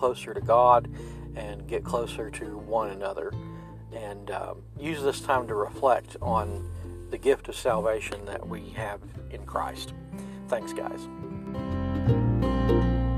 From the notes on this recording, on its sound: This sermon was preached from the pulpit of Mars Hill Cumberland Presbyterian Church. For our annual Ash Wednesday service.